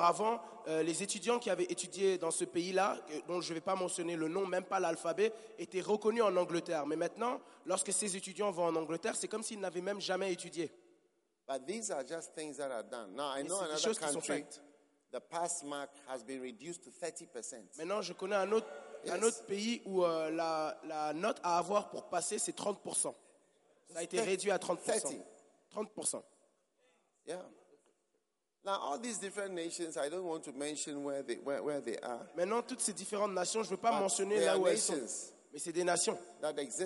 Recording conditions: live audience